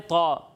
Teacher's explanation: تو حروف مستعلیہ میں سے ہے اس لیے اسے پر پڑھنا ہے موٹا کر کے پڑھنا ہے